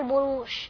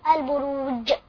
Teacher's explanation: وبعض الاطفال بتبدل الجيم بشين بيقولوها البروش.